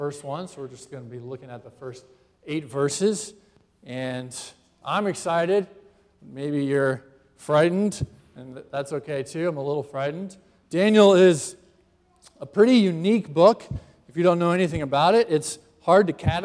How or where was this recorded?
large echoing room